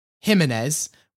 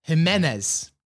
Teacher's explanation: It's Jimenez with the stress on the middle syllable. · Shown in: second take